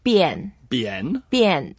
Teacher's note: It's a fourth tone, so we go down.